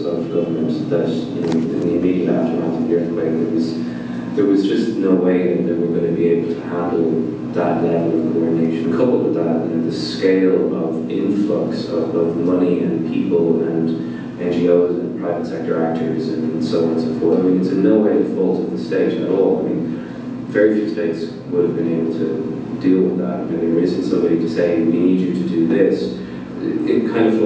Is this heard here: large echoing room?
yes